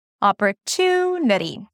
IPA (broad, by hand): ˌɑːpəɹˈtuːnəɾi